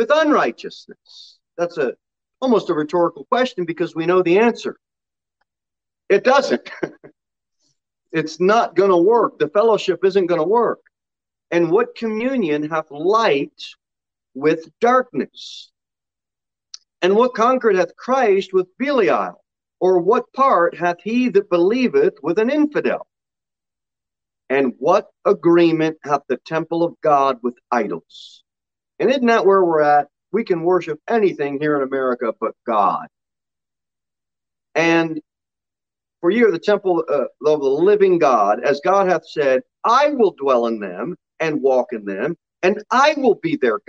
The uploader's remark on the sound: Sermon delivered at Pilgrim Baptist Church on Sunday, October 31, 2021, at 6:15 pm.